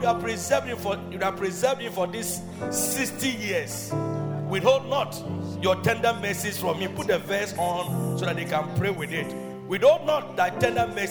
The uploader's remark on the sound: Preached at Loyalty House, Abbey, Dahwenya